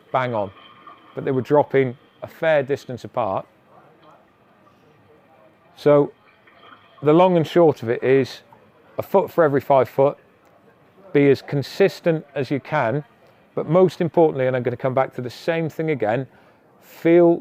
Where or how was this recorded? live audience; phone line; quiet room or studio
live audience